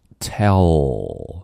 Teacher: 这个 l 在结尾的时候要发到上齿龈那里